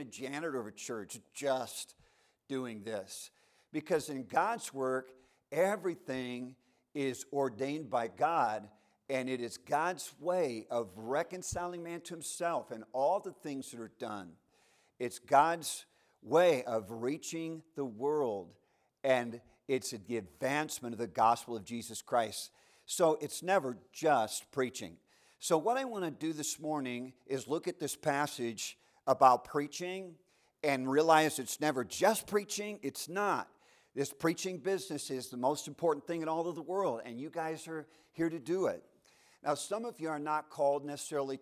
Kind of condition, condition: setting, large echoing room